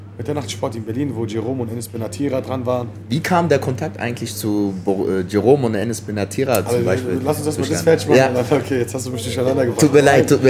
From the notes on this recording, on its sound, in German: diese Folge wurde direkt vom Kiosk am Hafen aufgenommen, genauer gesagt vom Hafenplatz 1-3.